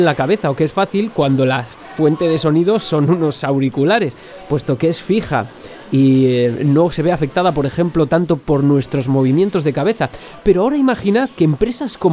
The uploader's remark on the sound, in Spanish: este programa se ha grabado en UN ARCADE CENTER REAL